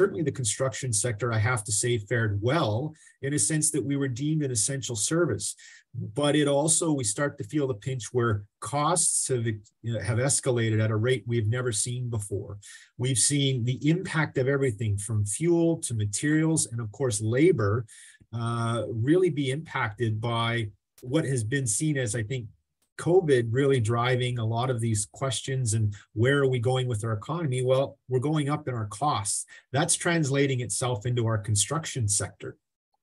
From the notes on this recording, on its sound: This live virtual event, sponsored by Scotiabank